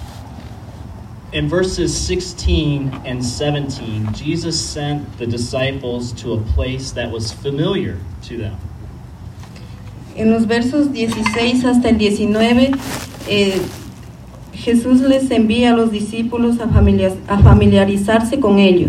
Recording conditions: outdoors